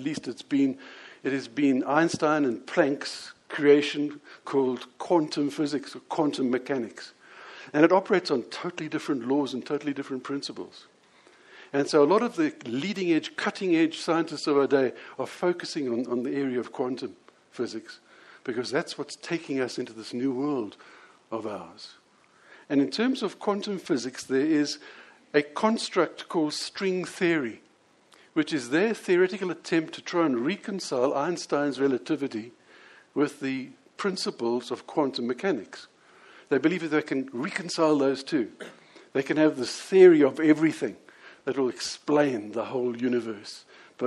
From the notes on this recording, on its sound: Here is the audio of the sermon I preached on this at the Lonehill Village Church on Sunday 28th May 2017.